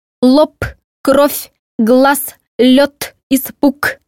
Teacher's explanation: В орфоэпии существует правило, по которому звонкие согласные «б», «в», «г», «д», «ж», «з» в конце слова звучат как парные им глухие «п», «ф», «к», «т», «ш», «с»